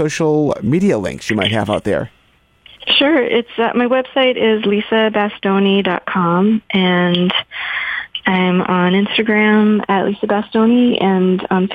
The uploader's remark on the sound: joins us by phone